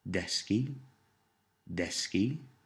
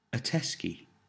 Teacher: In this case, hard mutation, as the soft d at the beginning of desky changes, or mutates, to the hard t of a teski